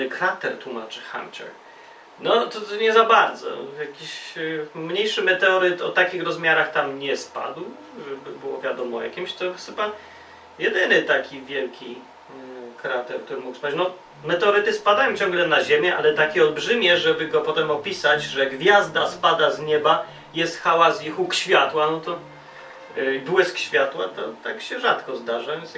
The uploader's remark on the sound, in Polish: audio z kolei jest tak słabej jakości z powodu małego awaryjki związanej z rejestratorem i bateriami.